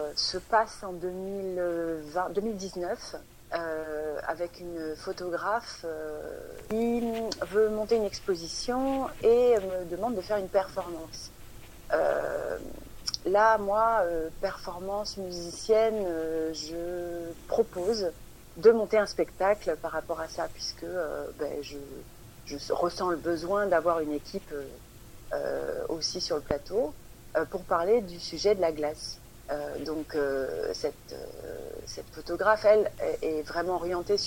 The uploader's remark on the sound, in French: Interview téléphonique